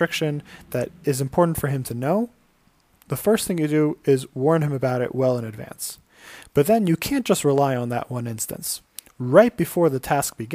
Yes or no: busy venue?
no